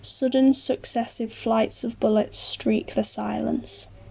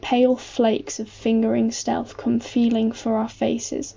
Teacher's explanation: The sibilance of S is harsher than the labiodental fricative F